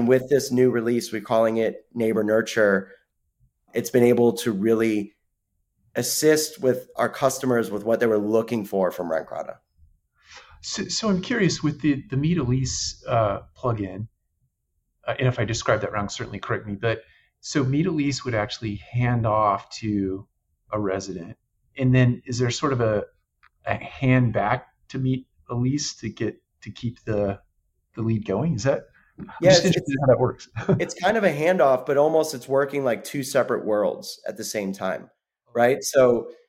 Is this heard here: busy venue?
no